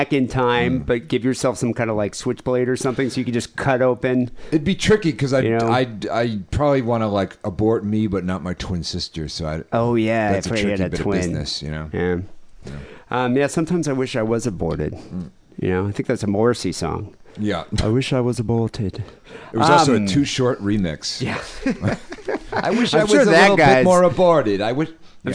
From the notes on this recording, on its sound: Phone calls.